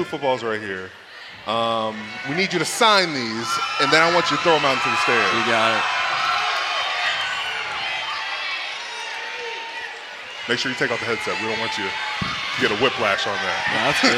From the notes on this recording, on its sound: Live at the Steelers draft party!